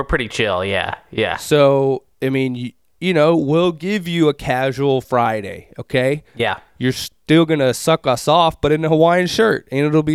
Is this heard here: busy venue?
no